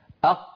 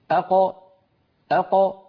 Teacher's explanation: خرجت القاف الساكنة المقلقلة بالتباعد بين طرفي عضو النطق لا بالتصادم · Shown in: second take · الأصل أن تخرج بالتصادم، لكن لو فعل العرب ذلك لحصل هذا الإزعاج، فبفطرتهم أخرجوا هذه الخمسة بالتباعد بين طرفي عضو النطق دون أن يصاحب ذلك شائبة حركة، لا فتحة ولا ضمة ولا كسرة.